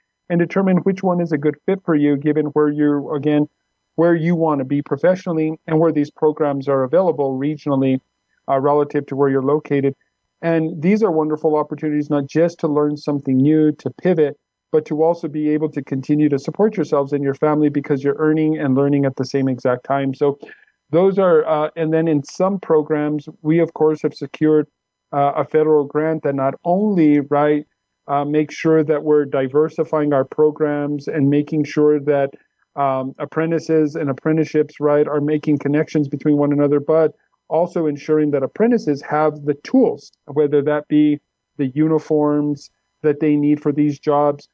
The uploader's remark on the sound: Recorded, via ZOOM